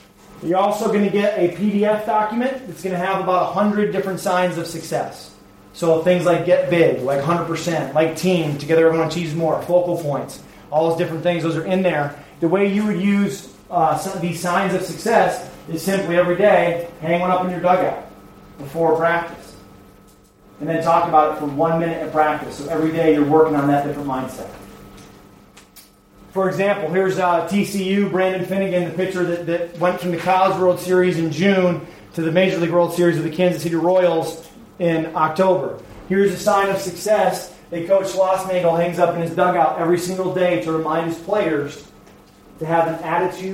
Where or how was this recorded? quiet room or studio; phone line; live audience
live audience